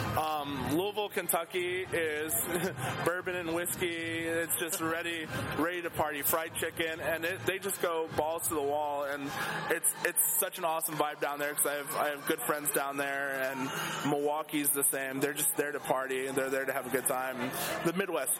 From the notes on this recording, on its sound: In an interview on the Spring Awakening Music Festival grounds. Recorded at the same three day fest.